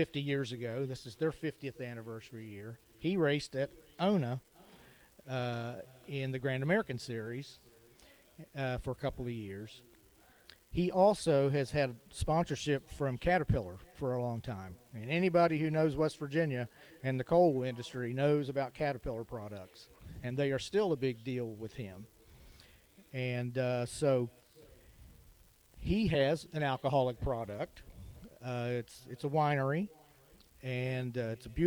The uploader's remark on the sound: Live from The Union Pub and Grill